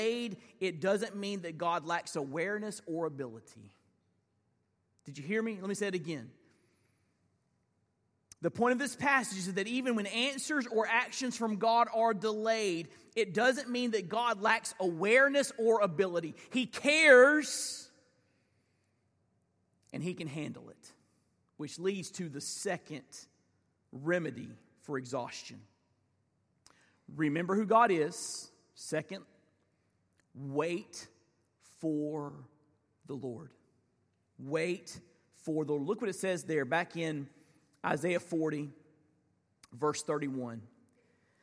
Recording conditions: large echoing room